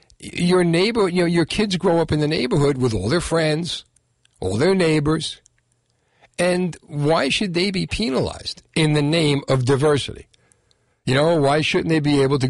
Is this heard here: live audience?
no